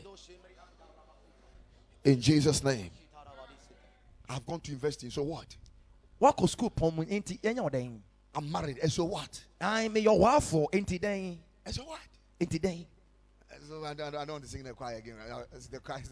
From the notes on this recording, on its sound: Preached at Ekklesia Chapel